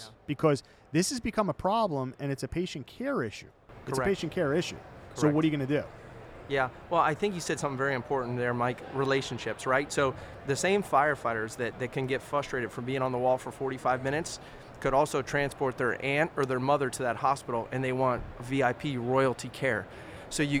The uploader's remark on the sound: Live From Expo 2023